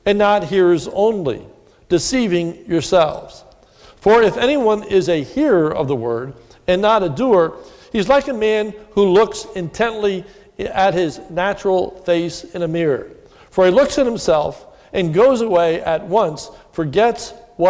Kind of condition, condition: setting, large echoing room